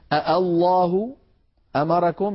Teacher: بعض القبائل كانت تبدل هذه الهمزة الثانية التي هي همزة الوصل ألفا · Term: إبدالها ألفا